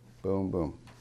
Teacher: Three straight stressed syllables.